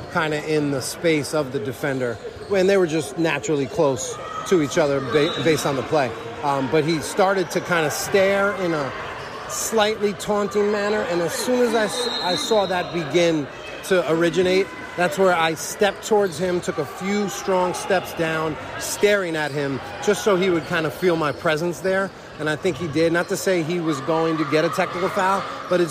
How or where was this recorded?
busy venue